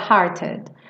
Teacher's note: Aqui ela poderia falar hearted, mas ela é britânica, então ela respeitou o T, ela fala hearted.